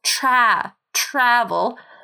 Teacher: the stress is on the first syllable, tra, travel.